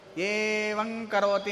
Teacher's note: ಬೇರೆ ಬೇರೆ ಇರುತ್ತೆ ಏವಂ ಕರೋತಿ ಅಂತ ಹೇಳಬೇಕಾದ್ರೆ ಏವಂ ಕರೋತಿ ಅಂತ ಹೇಳಬೇಕು ಸೇರಿಸಿ ಹೇಳಬೇಕಾದ್ರೆ ಅಲ್ಲಿ ಒಂದು ಅನುನಾಸಿಕ ಬರಬೇಕು ಏವಂ ಅಂತ ಅನುಸ್ವಾರ ಹೇಳೋ ಹಾಗಿಲ್ಲ ಏವಂ ಅಂತ ಅನುಸ್ವಾರ ಹೇಳಿ ಕರೋತಿ ಅಂತ